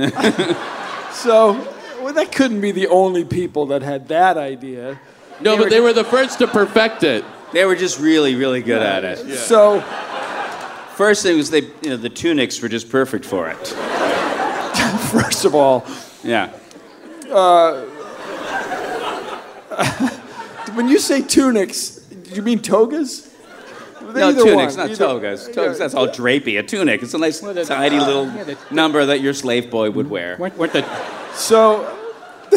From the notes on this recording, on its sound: StarTalk Live! SF Sketchfest. Since this show was recorded live before an adult audience in San Francisco.